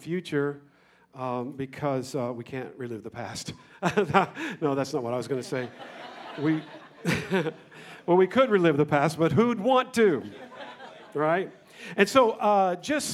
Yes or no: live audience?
yes